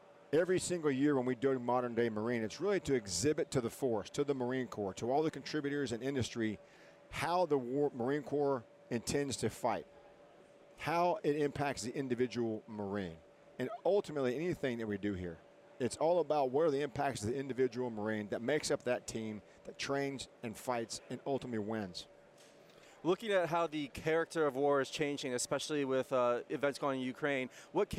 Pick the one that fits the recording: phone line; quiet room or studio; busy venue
busy venue